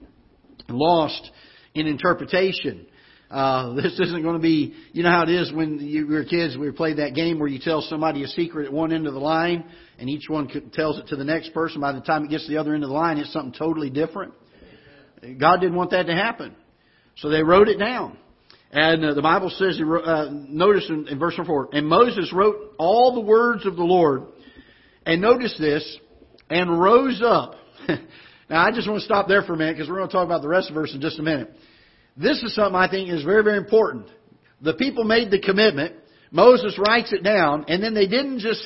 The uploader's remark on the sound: Ketha Heights Baptist Church ~ Live Broadcast